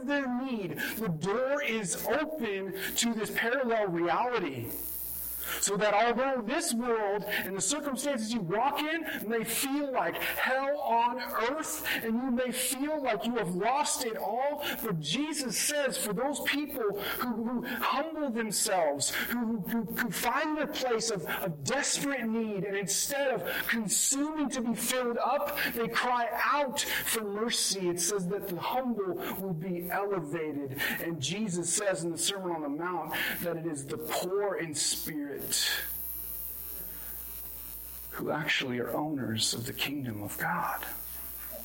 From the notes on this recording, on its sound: This was recorded on January 30, 2022 at Bethel church in Ridgefield, Wa.